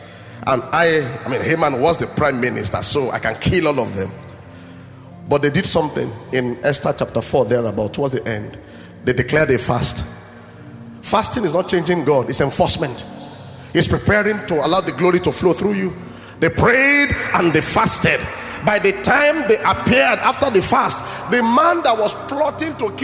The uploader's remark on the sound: At Gracemade Christian Center's first-ever Grace Conference, celebrating the church's 5th Anniversary.